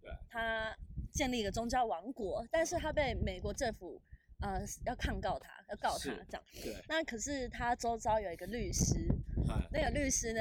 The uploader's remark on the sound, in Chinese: 首創戶外錄製。擎天崗。